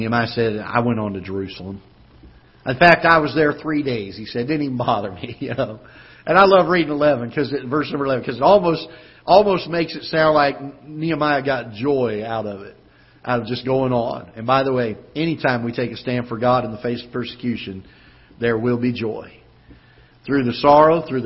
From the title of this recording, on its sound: Ketha Heights Baptist Church ~ Live Broadcast